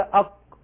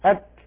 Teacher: وجرب أن تقول أق ثم قل أك، تجد القاف قريبة إلى الحلق بعيدة عن الفم، وتجد الكاف قريبة من الفم بعيدة عن الحلق. هذان الحرفان يخرجان من أقصى اللسان، وكما سمعتم فيه وشاهدتم في المادة، لا يصح أن يكون أقصى اللسان مخرجا كليا للقاف والكاف.